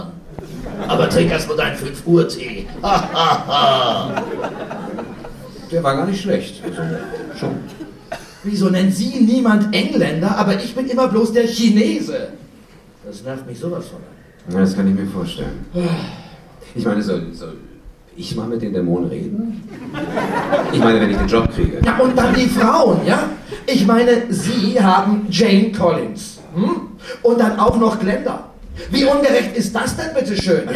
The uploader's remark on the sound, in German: Live-Hörspiel bei der Hörspiel-Arena 2012 in Köln